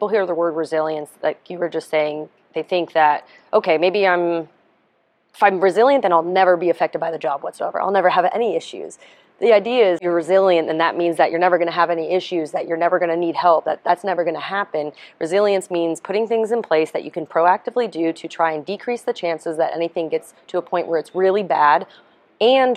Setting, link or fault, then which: setting, busy venue